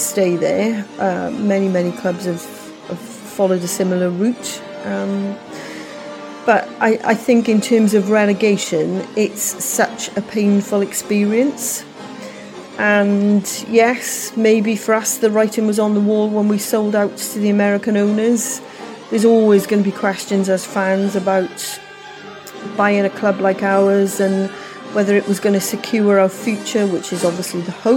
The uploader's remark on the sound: Pre-Match Podcast From The Pub